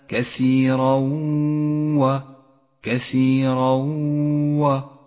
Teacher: والواجب هنا أن يسقط التنوين من اللفظ، ولذلك لون بالرمادي، وأن نقف بغنة زمنها حركتان على حرف الواو، ولذلك ميز باللون الأخضر. · Term: الإدغام بغنة